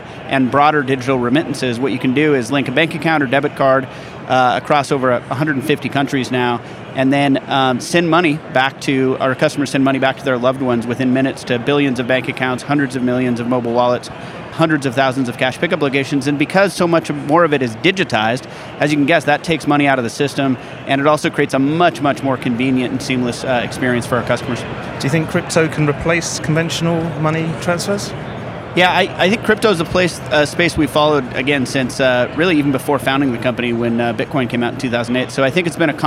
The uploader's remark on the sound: Recorded in partnership with Banking Circle at Money20/20 USA, that took place in Las Vegas. We recorded a series of interviews on the Banking Circle booth with a number of the speakers and attendees from the conference.